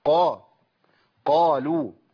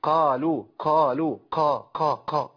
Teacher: القاف ما فيهاش نفس، ولا القاف فيها الضعف ده · Shown in: first take · القاف لما تكون مفتوحه تبقى في اعلى مراتب التفخيم، تبقى قا قالوا، ما اقولش قالوا قالوا قا قا قا. · Term: الجهر